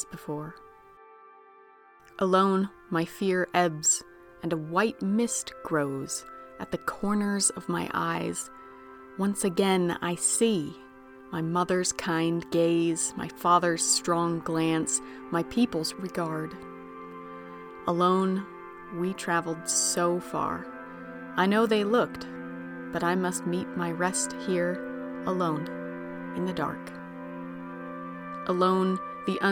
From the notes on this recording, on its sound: Come with us on location to Dos Palmas cenote in Mexico